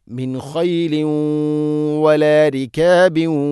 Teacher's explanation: മിൻ ഖൈലിൻ മിൻ ഖൈലിൻ വ തൻവീനു ശേഷം വ വന്നാൽ ഇത് ഗംബിഗുന്ന വലാരിക്കാബിൻ വ ഇവിടെയൊക്കെ ഇത് ഗംബിഗുന്നയാണ്. തൻവീനിനെ വ എന്ന അക്ഷരത്തിലേക്ക് കൂട്ടി ലയിപ്പിച്ച് മണിച്ചുകൊണ്ട് ഉച്ചരിക്കണം.